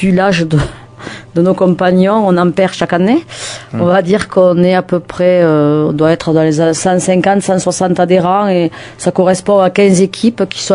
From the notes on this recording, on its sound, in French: reçoit aujourd’hui par téléphone